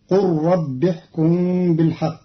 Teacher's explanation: بضم القاف وحذف الألف مع إسكان اللام مدغمة في الراء بعدها وصلا